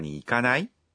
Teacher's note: Usando-se um verbo na forma nai e falando-se com uma entonação ascendente, faz-se um convite de maneira casual. Basicamente, a forma nai é a forma negativa dos verbos, mas falando um verbo nessa forma, com uma entonação ascendente, o significado negativo desaparece, não é?